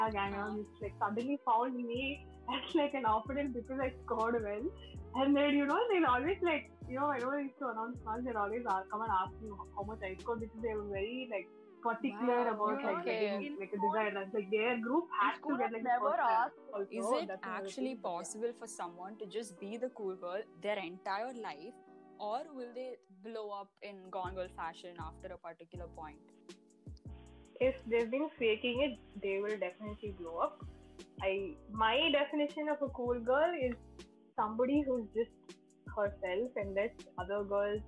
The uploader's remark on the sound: I'm aware that the audio is messed up. I wouldn't intentionally interrupt my friends.